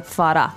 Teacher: the accent is on the last syllable of that, farà.